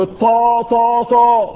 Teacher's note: انما مخرج الطا طا طا مغلظ